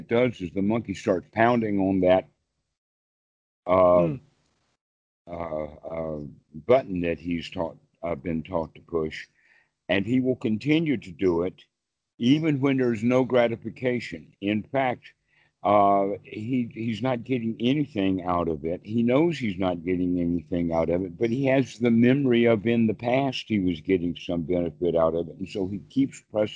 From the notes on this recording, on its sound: Skype calls on this channel.